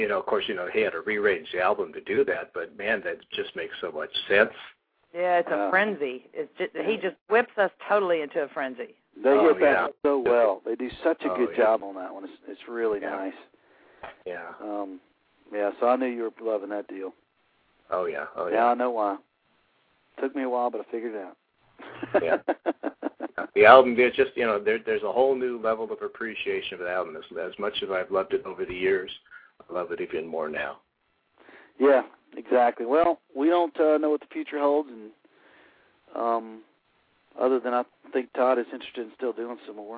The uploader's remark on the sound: your phone calls